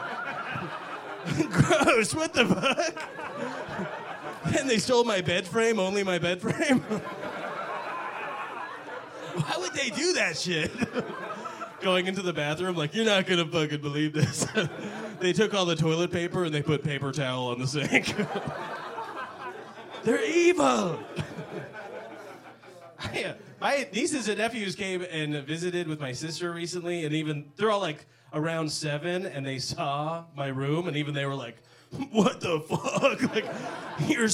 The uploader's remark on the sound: Bottom Of The Barrel LIVE at the Comedy Bar!! - Toronto.